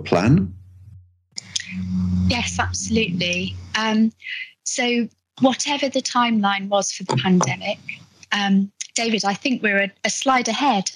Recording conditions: video call